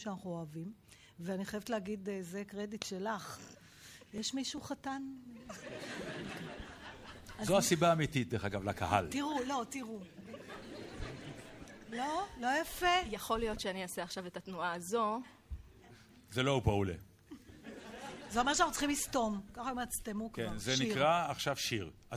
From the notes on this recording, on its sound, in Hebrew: הרפתקה מחוץ לאולפן באולם הקאמרי 4 רגע לפני ליל הסדר 2012. התכנית הוקלטה מול קהל של כ-200 ממאזיני "ציפורי לילה עושות עניין".